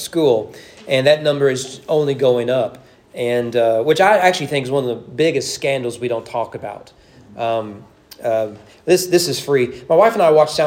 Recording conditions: large echoing room